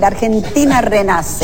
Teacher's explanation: Tako je aspiracija tam močno razširjena, prav tako pa se namesto interdentalnega glasu th uporablja kar s